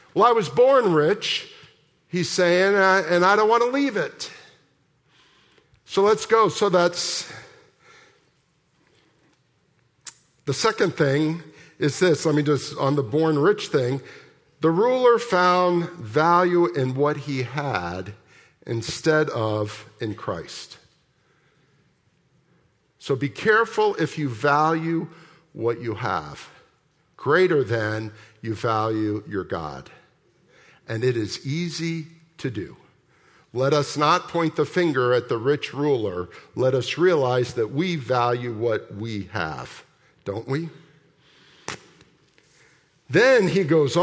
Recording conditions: large echoing room